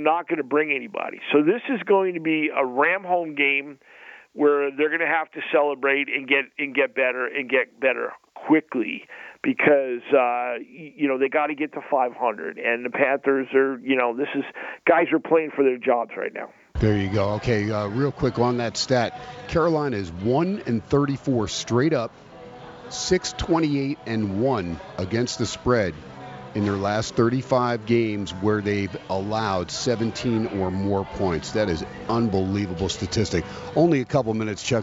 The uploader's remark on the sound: "Live" from Steiner's Pub in Las Vegas